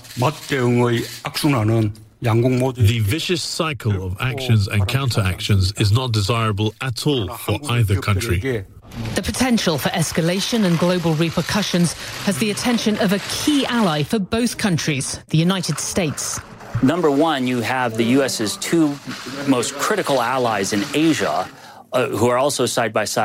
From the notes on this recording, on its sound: live from the New York Stock Exchange